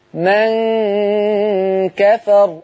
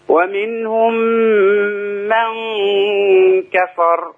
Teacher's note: من كفر، الغنة هنا مرققة لأن الكاف مرققة